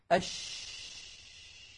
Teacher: هذا الذي يفسر لنا لماذا قلقلت العرب قطب جد ولم تقلقل مثلا الشين، لم تقل العرب أش، لأنه لو كانت ساكنة أش الصوت ماشي والهواء منطلق، ما في حاجز منغلق كانغلاقه في حروف قطب جد.